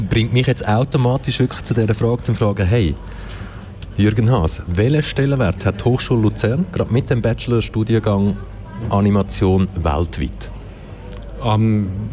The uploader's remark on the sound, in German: Festivalausgabe live aus dem Merkerareal in Baden.